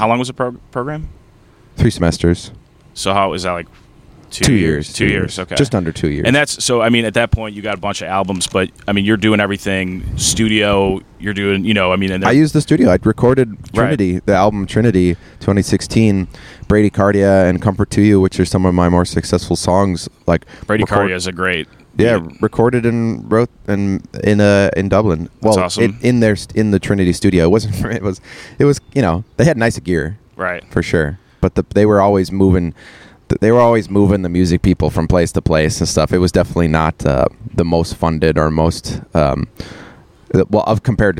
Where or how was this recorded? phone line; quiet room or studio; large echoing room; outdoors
outdoors